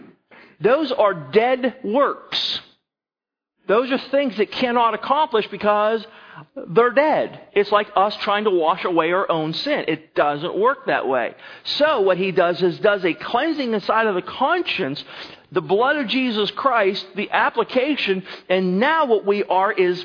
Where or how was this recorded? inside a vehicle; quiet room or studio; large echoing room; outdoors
large echoing room